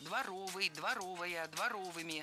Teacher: Дворовым языком – это неверно, правильно, дворовым. В прилагательном, образованном от существительного «двор», ударение ставим на второй слог.